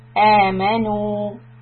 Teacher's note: Two harakat, it's called mad badal. Hamza is followed by letter alif.